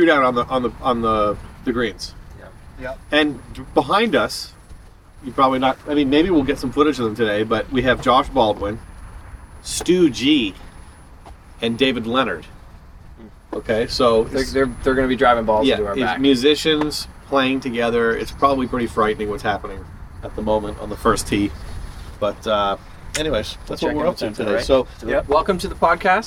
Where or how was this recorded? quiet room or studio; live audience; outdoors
outdoors